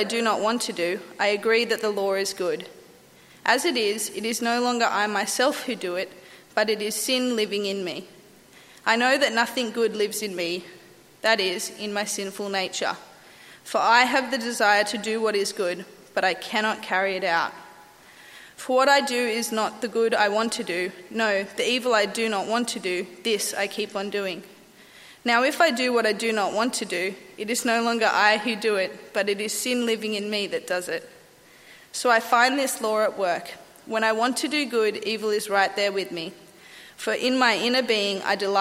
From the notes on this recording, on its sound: At a Church in the Graveyard service.